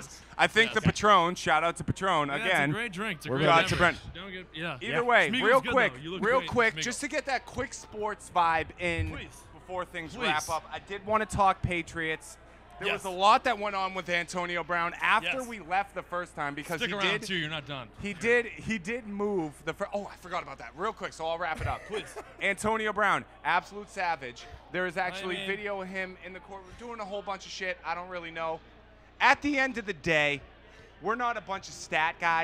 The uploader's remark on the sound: LIVE from The Greatest Bar located right in the Heart of Boston!